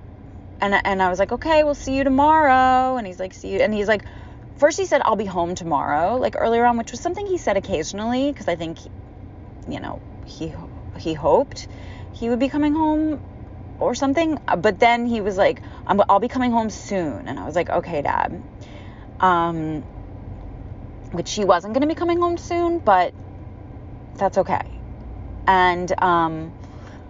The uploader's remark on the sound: grieving alone in my car